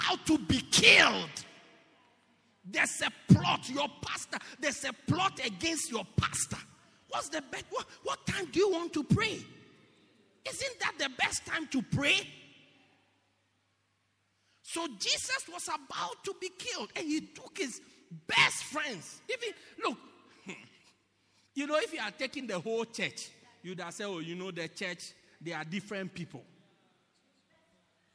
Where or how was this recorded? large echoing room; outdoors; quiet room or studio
large echoing room